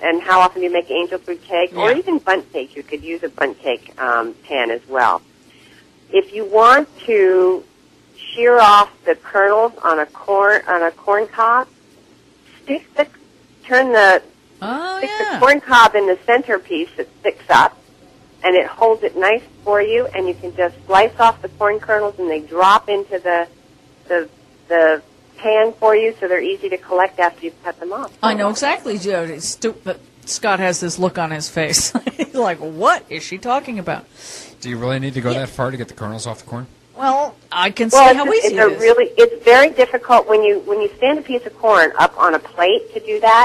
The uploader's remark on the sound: We had a blast greening up the parking lot and the side of the road outside the studio before the show and during our break with a slingshot. Called in from Austin, TX.